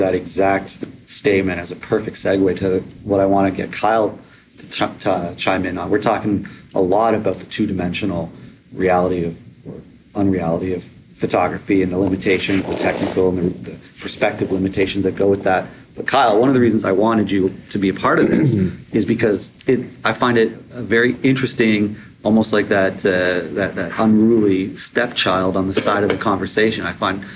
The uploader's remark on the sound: IDS19 Panel Talk. In January 2019, I participated in a panel at the Interior Design Show (IDS) in Toronto. This recording was our conversation.